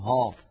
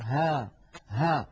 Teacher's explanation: والهاء حرف مرقق فلا تفخم العرب الهاء أبدا · Shown in: second take